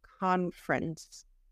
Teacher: Annual conference. We eat that middle syllable.